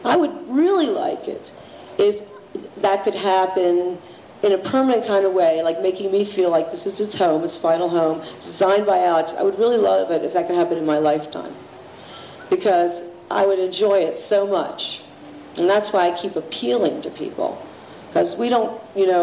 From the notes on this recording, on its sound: This is the second part of the Art Panel presentation for the Palenque Norte lectures at the 2006 Burning Man festival. This program consists of the remaining Q&A with the audience.